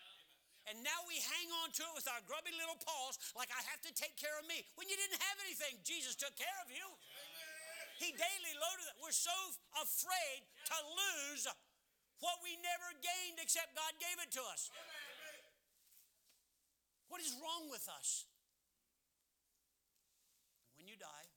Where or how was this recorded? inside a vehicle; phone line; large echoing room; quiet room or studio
large echoing room